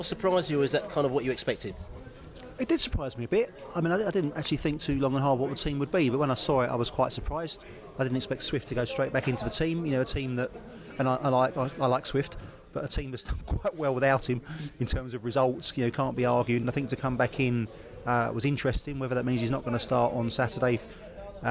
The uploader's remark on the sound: Pre-match podcast from the pub. Fans in the pubs discuss MK Dons and Hull matches.